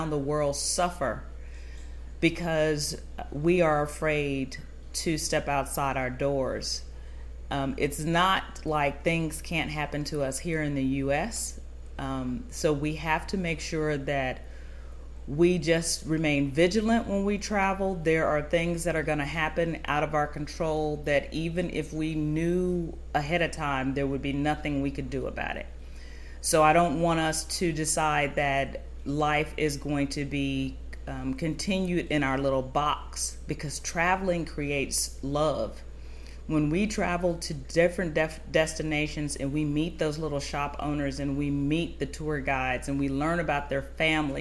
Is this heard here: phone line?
no